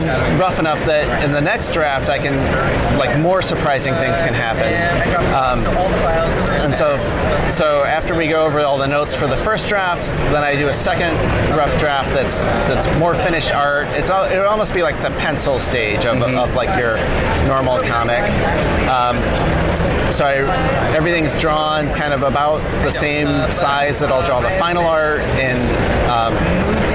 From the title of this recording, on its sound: LIVE from SDCC '23